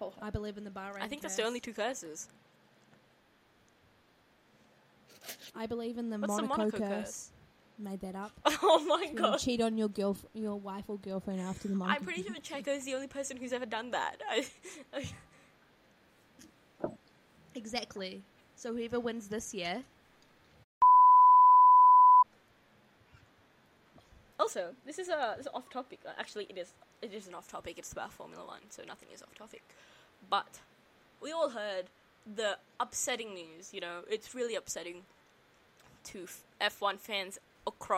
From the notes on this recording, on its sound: This is a short and abrupt episode due to the failures of the recording software!